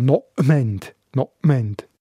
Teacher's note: Man schreibt zwar Nopment mit einem P, spricht es aber als Mischung aus zwischen einem B und einem sogenannten Glottisschlag. Das ist ein Knacklaut bei den Stimmbändern, bei den Stimmritzen hinten.